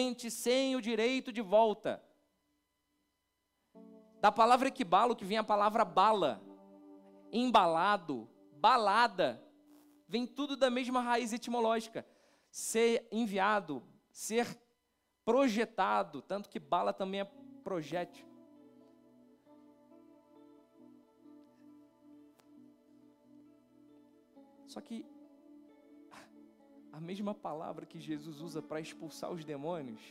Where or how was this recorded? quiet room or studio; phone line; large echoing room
large echoing room